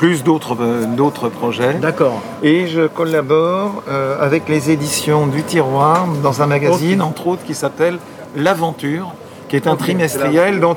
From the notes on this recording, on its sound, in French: L'EntrePod se balade au 19e festival BD de Dieppe 2021. Nous n’avions pas de stand et je suis donc allé réaliser une épisode de « L’EntrePod de balade » en configuration nomade, prêt à dégainer le micro selon les opportunités !